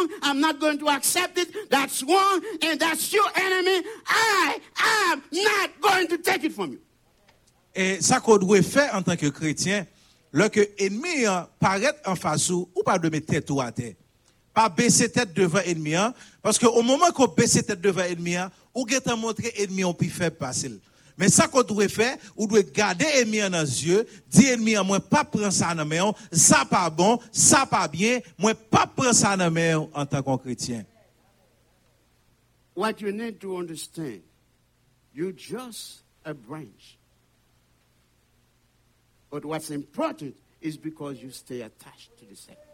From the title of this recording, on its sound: Sunday Service Live